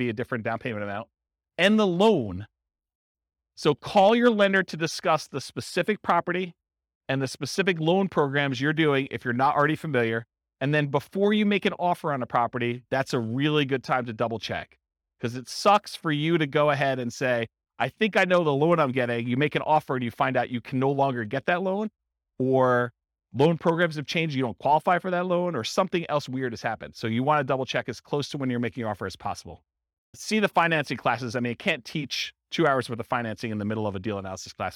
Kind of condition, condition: setting, live audience